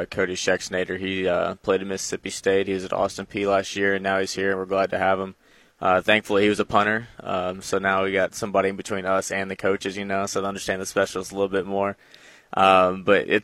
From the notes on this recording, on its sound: Live from Arkansas State Media Day. Live from the Centennial Bank Athletics Operations Building for Arkansas State football Media Day.